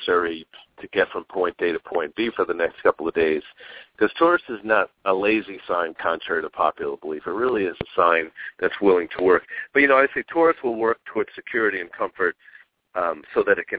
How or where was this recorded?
phone line